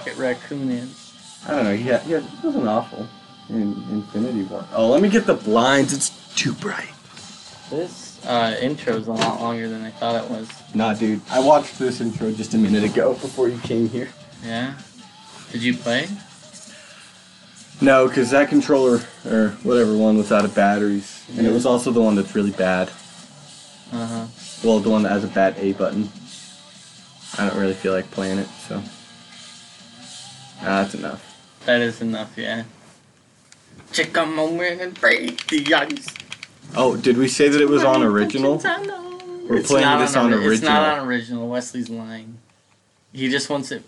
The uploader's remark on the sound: There is a lot of weird noises and clicking.